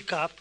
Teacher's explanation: tenemos una P articulada, evidentemente, pero el fonema es una B